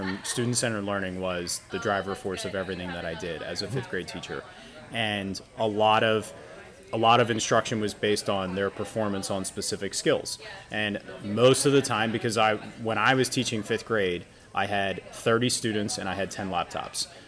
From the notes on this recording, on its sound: We recorded LIVE at the Teach Better Conference 2022 in Akron, Ohio.